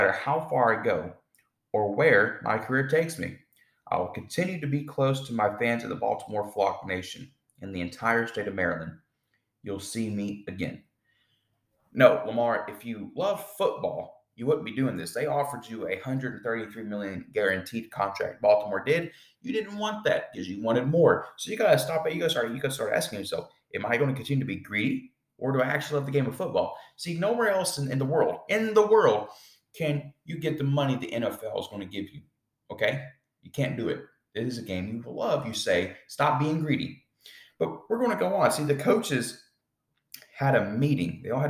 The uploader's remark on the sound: Apologies for the echo sound as I am getting my podcast room set up and as of right now it is empty.